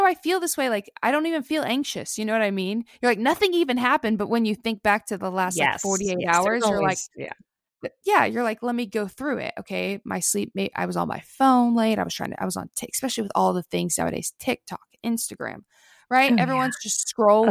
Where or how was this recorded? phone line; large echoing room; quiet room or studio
quiet room or studio